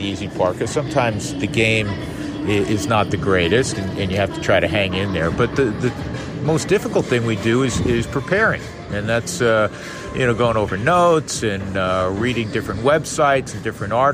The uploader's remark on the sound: Recording this week from the booth at Citizens Bank Park in Philadelphia